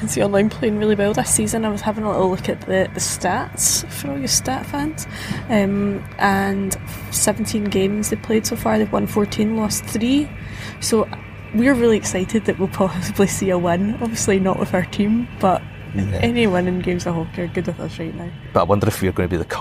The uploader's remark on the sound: Half of this episode comes live from Edinburgh Airport. 1minute from 36,000 feet.